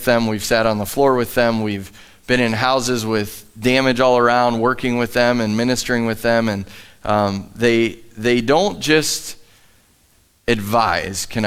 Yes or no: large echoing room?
yes